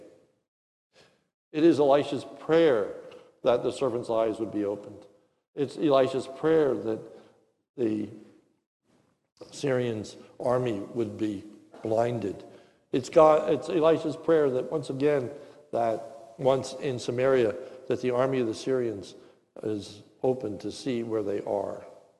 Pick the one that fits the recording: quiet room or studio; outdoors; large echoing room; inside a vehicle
large echoing room